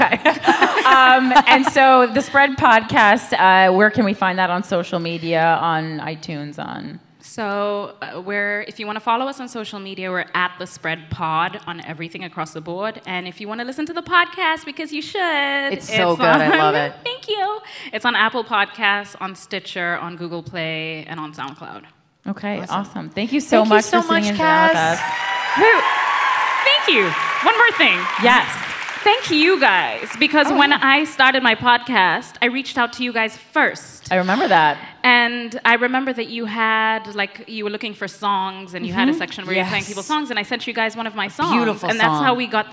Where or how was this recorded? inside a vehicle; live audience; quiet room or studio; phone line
live audience